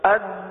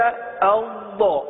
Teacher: اب دال اور بود میں فرق دیکھیے، دال میں جماؤ ہے لیکن کلکلہ بھی ہے، لیکن بود میں جماؤ تو تھوڑا سا محسوس ہوتا ہے، جماؤ کی سی صورت ہے، صفت استطالت ادا ہوتی ہے، لیکن آواز ٹوٹتی نہیں ہے، کلکلہ نہیں ہوتا، صحیح نا.